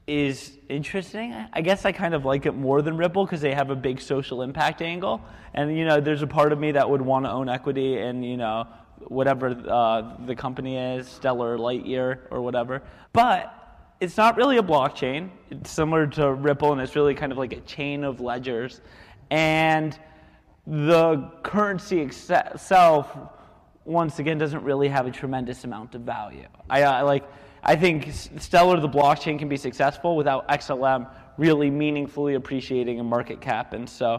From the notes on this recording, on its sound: It was when we were in town for the Coinvention conference. We even did our show live on stage at the event. Sometimes technology just fails. We don’t have a good recording of that show. After all, this was recorded in the city of brotherly love.